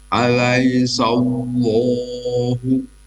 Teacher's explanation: dibacanya tafkim tebal karena huruf Allah setelah fathah